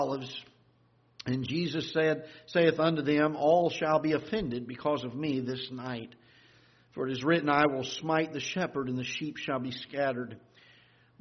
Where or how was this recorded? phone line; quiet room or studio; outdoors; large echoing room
large echoing room